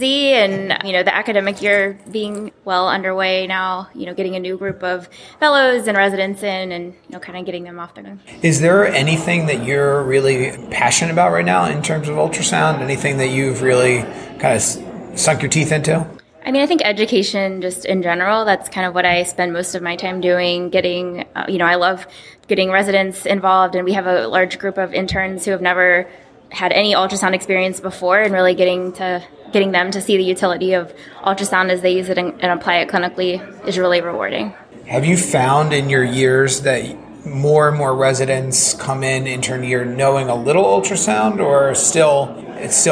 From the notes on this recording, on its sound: The GEL crew traveled to Portland, Maine to do some on-the-street reporting at the annual conference for the Society of Clinical Ultrasound Fellowships (SCUF). What evolved was a series of incredible mini-interviews.